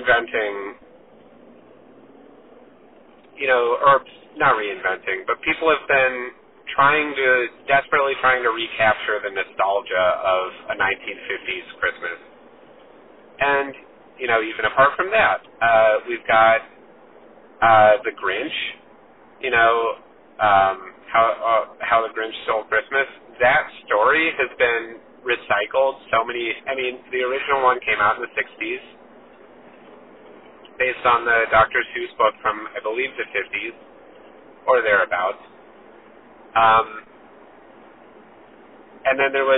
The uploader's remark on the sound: Super sorry for the potato audio quality on this one!! I accidentally recorded through my car speaker. Just imagine we're on a phone call.